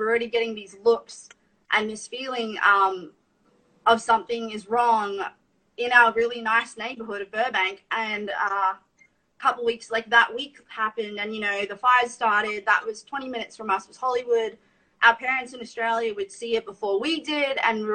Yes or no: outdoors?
no